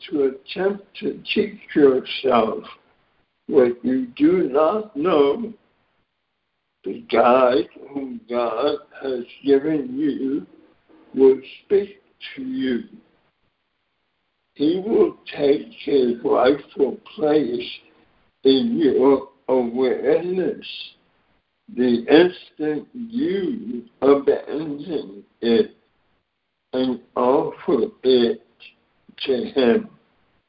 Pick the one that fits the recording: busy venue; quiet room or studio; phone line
phone line